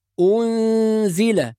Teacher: كلمة أنزل، لو نظرنا إلى حرف النون هنجد حرف النون خالي من أي علامة، وهذا معناه الإخفاء، يبقى نخفي النون عند الزاي التي بعدها ونحافظ على الغنة، فنقول أنزل.